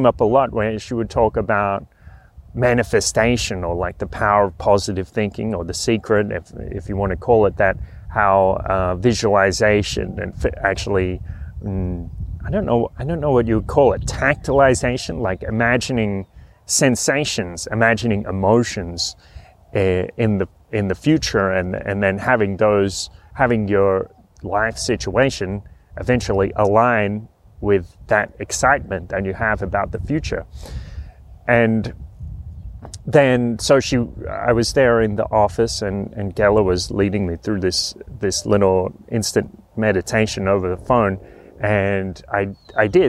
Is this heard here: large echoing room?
no